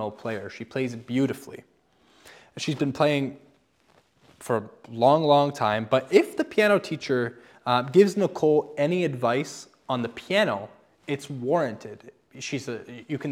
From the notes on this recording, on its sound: I am reposting a sermon I recently preached at my church this past Sunday about Spiritual gifts.